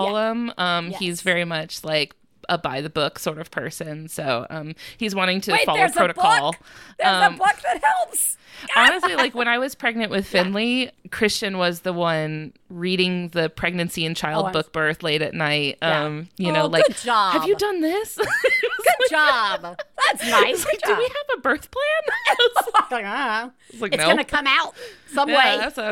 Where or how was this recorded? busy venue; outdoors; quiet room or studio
quiet room or studio